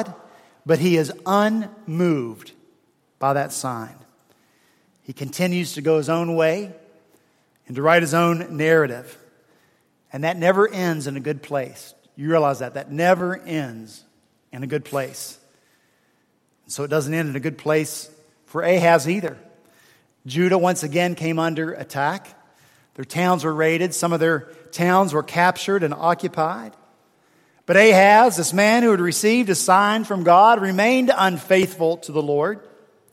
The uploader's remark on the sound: At Redeemer Presbyterian Church in Charleston, SC, for our fourth Sunday in Advent on December 18, 2016